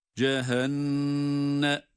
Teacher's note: Cehennem hem nunu gunnesiyle tutarak okuyoruz.